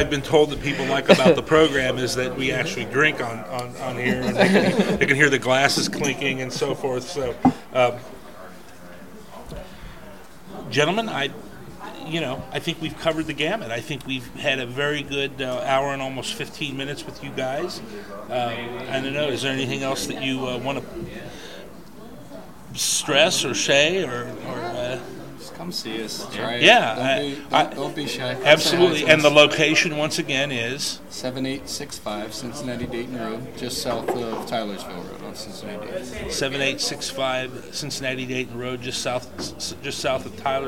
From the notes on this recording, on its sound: DogBerry Brewing in West Chester. This week we head out on the road to DogBerry Brewing. For our first "experimental" road show and live test.